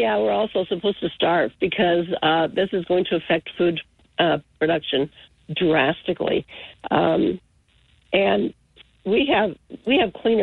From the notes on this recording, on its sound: We had open phones during the first hour. Took calls for a full hour.